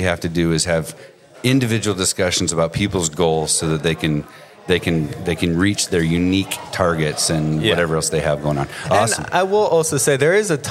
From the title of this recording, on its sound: Live from our 2023 Client Appreciation Event